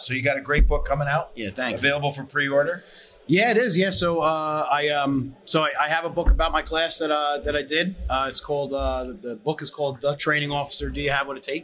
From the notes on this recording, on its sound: talks live at FDIC International 2023